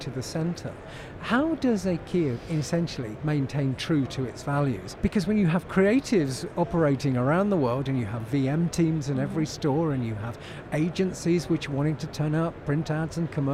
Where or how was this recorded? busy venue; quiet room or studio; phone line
busy venue